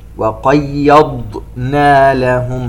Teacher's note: الضاد فيها استطالة أي يجري الصوت في المخرج. وقيضنا لهم، هكذا الضاد.